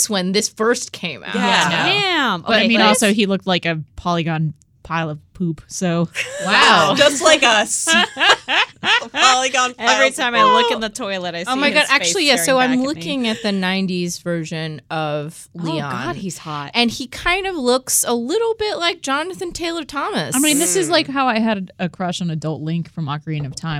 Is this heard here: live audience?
no